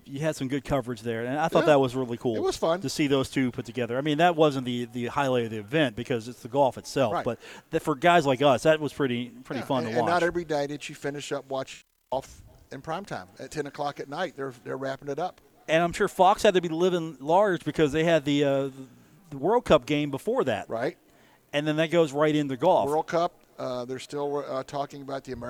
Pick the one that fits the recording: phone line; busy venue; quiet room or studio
busy venue